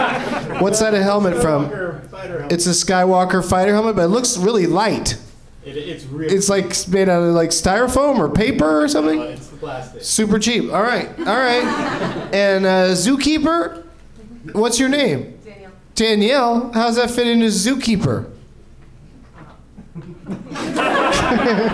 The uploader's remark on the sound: Live from the NerdMelt Showroom in LA